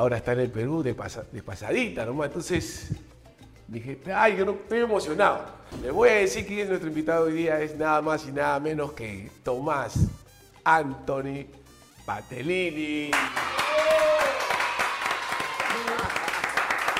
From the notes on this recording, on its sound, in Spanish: pasó por el restaurante Cuto 16